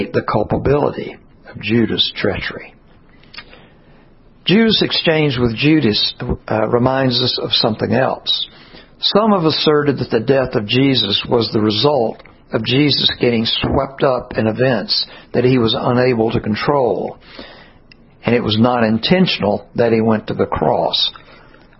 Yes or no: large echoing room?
yes